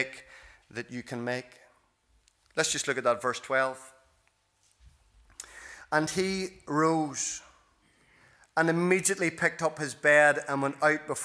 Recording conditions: large echoing room